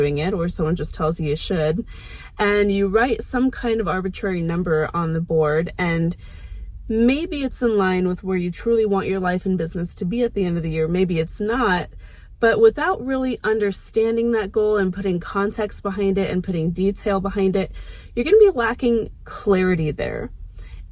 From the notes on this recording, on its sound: Hi from my car! Obviously the car is parked and turned off in this video.